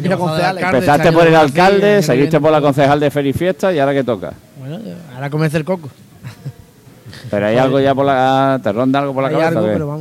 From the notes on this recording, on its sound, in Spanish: emitido en directo desde La Pxta Calle de Plaza Andalucía